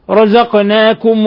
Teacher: والقاف لما جاءت ساكنة فقلقلناها